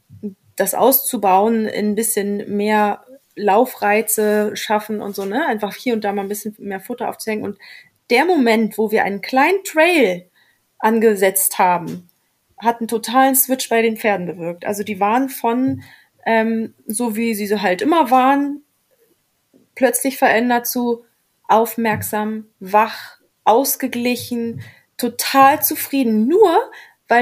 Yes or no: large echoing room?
no